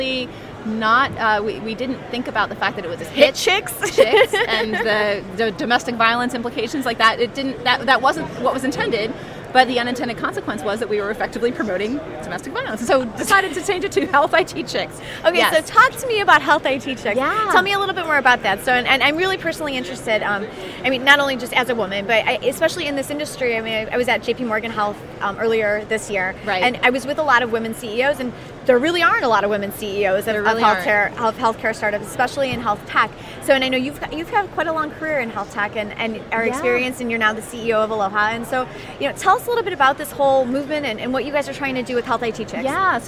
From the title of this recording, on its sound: Live from #HiMSS17